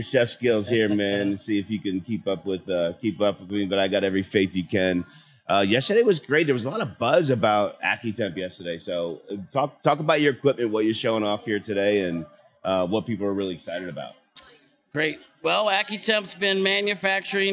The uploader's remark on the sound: Live from the School Nutrition Association Annual National Conference. Live from show floor at the SNA Annual National Conference in Denver Co.